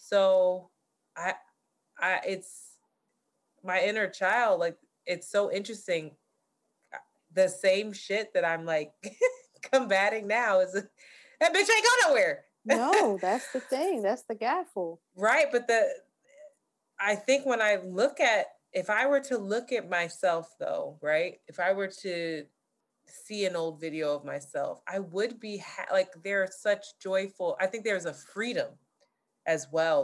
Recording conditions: video call